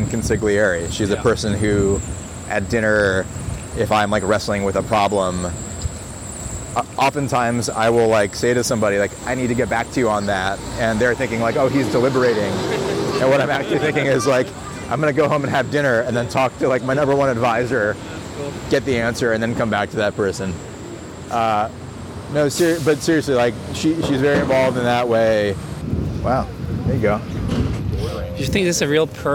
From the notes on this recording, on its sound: A conversation recorded in the streets of New York.